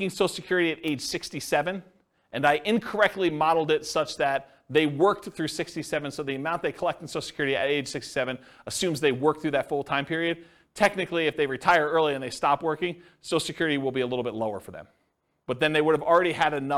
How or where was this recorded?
live audience